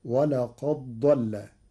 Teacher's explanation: بإدغام الدال في الضاد فتصير ولقد ضل للتقارب